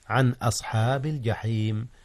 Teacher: أظهر النون قبل الهمزة عن أصحاب الجحيم، إذ الهمزة من أحرف الحلق وهي من أحرف الإظهار.